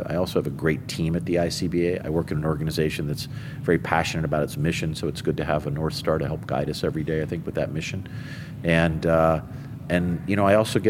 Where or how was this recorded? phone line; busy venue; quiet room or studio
busy venue